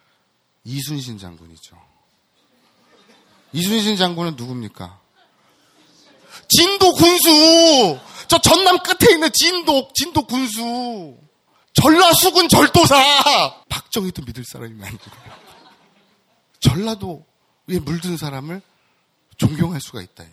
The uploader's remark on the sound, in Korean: 두번째 공개방송 이쿠이쿠쇼!(즛콩바콩쇼)